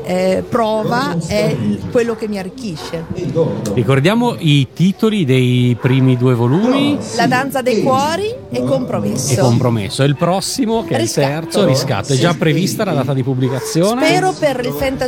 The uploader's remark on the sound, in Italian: Da San Marino Comics 2020 la nostra intervista